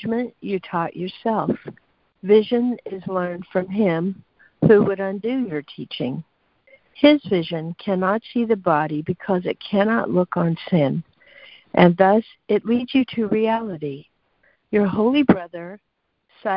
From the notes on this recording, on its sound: ACIM Daily Conference Call